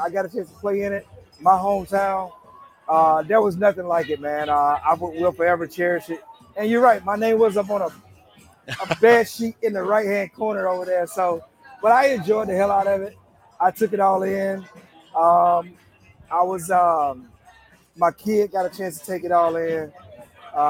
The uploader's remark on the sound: live from T-Mobile Park in Seattle